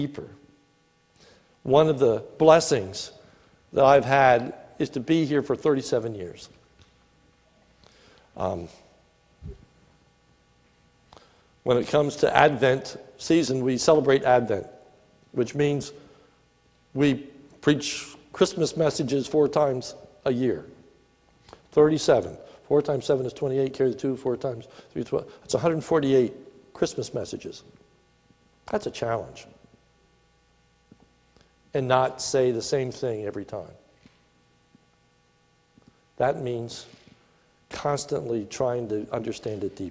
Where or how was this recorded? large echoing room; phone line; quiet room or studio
large echoing room